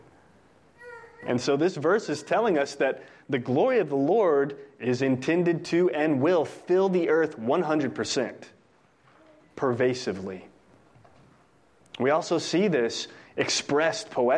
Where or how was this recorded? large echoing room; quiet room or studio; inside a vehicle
large echoing room